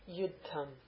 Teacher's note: That's a dental da with a dental aspirate da.